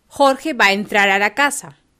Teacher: And then the main verb entrar begins with an e. So, these two A's and the E are going to be fused in such a way that we don't say Jorge va a entrar a la casa, but rather Jorge va a entrar a la casa.